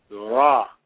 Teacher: So it's ra, it's a rolling R sound as opposed to a flat ra sound.